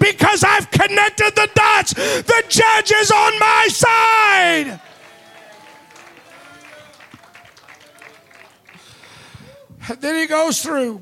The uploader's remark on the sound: Preached at Deep Calleth Deep Conference 23, 5 Dec Evening Service